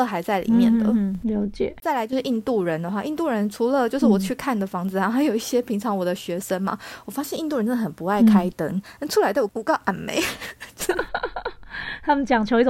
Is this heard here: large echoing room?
no